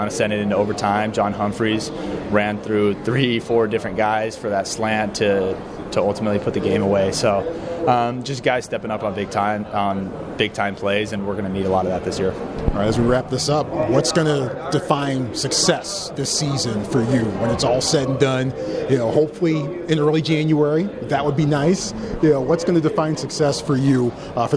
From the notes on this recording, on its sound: Media Day Live From LA. Live from 2022 Pac-12 Football Media Day.